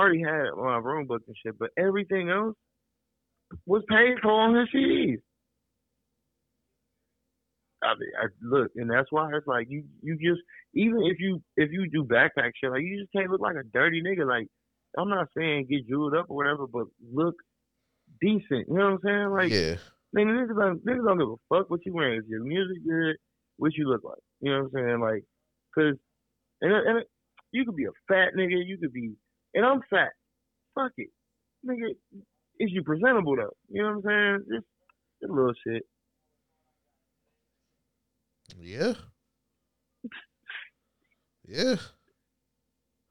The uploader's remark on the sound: I knocked out my first phone interview.